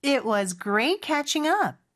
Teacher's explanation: It 여기에만 나오는 T는요, 그냥 시옷 받침처럼 해주시면 돼요. 굳이 it, T 발음 내려고 하지 않으셔도 돼요.